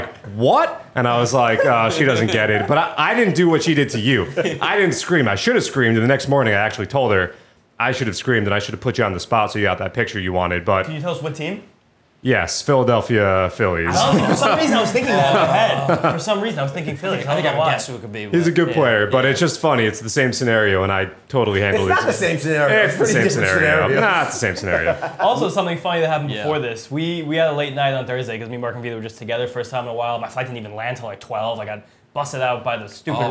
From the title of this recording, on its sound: Live from Spring Training!